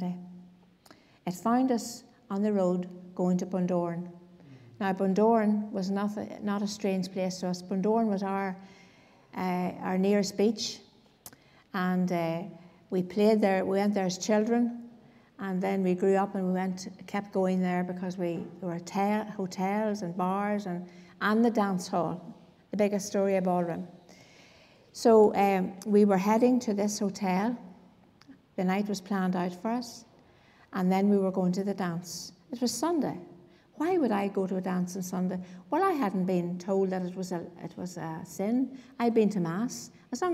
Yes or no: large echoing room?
yes